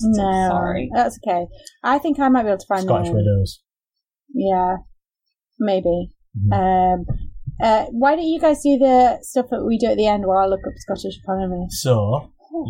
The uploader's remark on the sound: Sorry about the sound this week - we had too many beers and the recording went wrong.